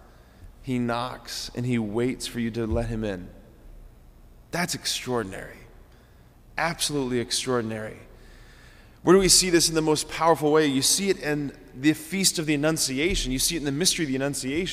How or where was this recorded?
large echoing room